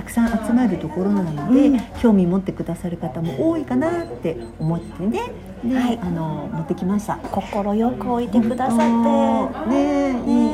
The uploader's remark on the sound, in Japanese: 2人で収録お出かけリポート。今日はお出かけ中に収録してみました。なんと2人で収録。外は思いの外いろんな音がします。